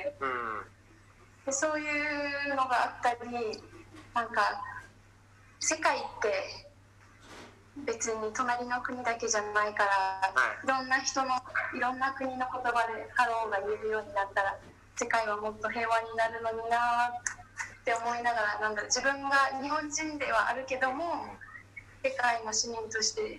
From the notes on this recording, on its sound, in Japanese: ZOOM収録。From Radiotalk。